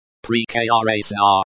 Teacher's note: The stress is on the second syllable, kra.